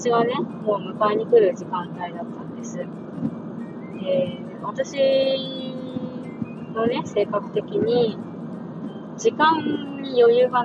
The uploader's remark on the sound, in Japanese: 相変わらずノイズ入ってます。Stand.fm。